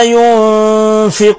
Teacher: نون ساكنة جاء بعد حرف فاء، حكم التجويد إخفاء حقيقي